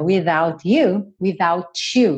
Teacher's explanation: uma palavra terminada em T que emendava no you e ficava to